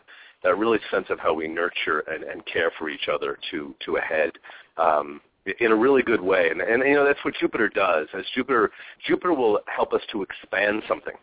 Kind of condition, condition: link, phone line